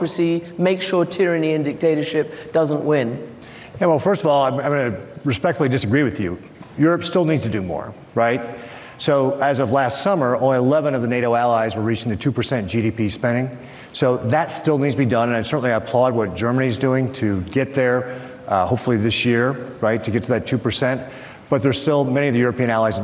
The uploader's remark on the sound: on stage at the Munich Security Conference